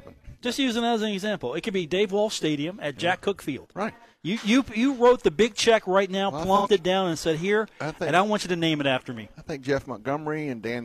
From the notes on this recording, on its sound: from The Union Pub and Grill in Huntington